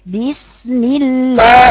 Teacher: صعدي صوت اللام لفوق مفتوحة بسم الله وهات الهاء مكسورة لوحدها · Term: بدون إمالة